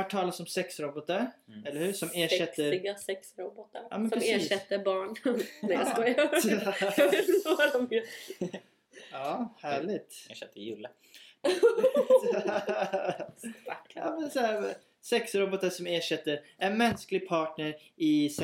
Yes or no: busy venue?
no